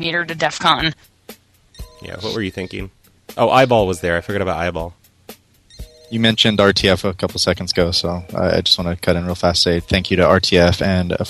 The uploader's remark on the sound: RBCP's Personal Prank Phone Calls Collection